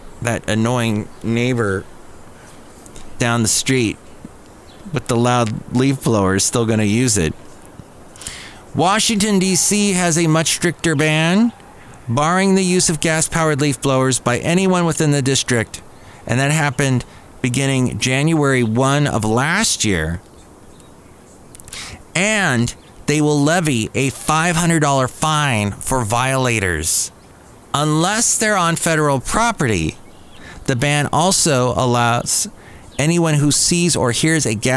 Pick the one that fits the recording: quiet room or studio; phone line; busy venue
busy venue